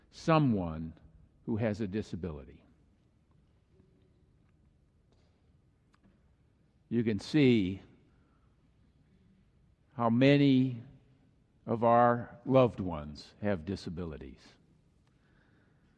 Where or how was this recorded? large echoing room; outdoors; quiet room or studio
large echoing room